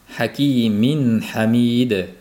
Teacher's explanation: hakimin degan tanvin o'zidan keyin ha kelayotganligi uchun bildirib o'qilinadi · Term: izhor